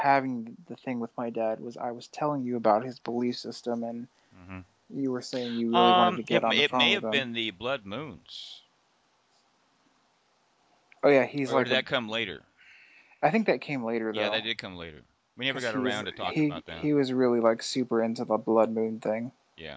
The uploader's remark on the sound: pushed the record button towards the end of a long personal Skype call